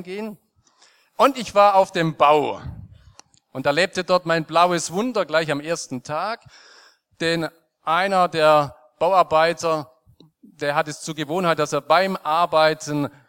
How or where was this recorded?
large echoing room